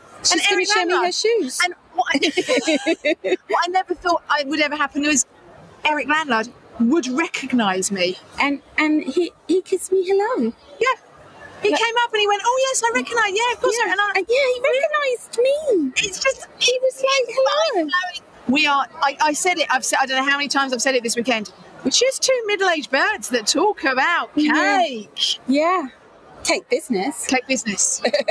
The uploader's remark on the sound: Were privileged to be invited to podcast live from the Cake and Bake Show. It was a busy and noisy show, and they have done their best in the edit to muffle some of the background noise.